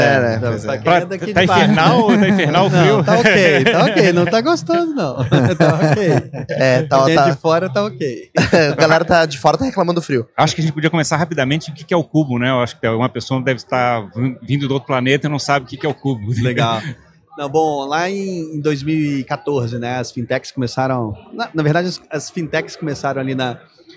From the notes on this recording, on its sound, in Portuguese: Este episódio faz parte de uma série "pocket" gravada durante o Startup Summit 2023 em parceria com a Invisto e o Economia SC.